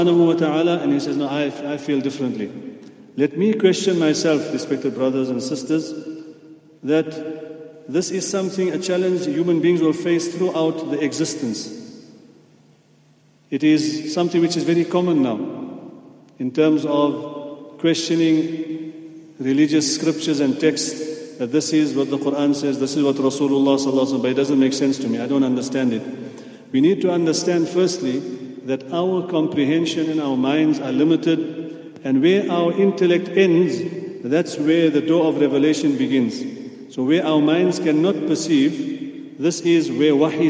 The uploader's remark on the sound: at the Houghton Masjid (West Street)